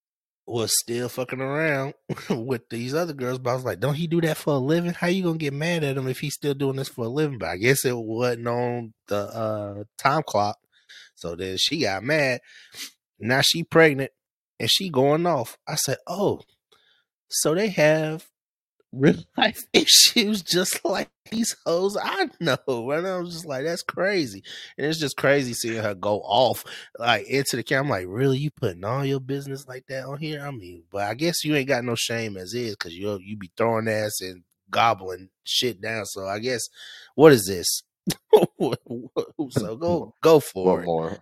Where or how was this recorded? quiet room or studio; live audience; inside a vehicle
quiet room or studio